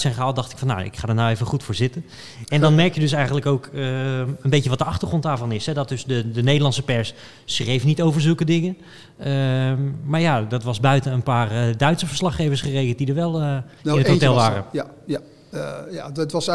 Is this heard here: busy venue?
yes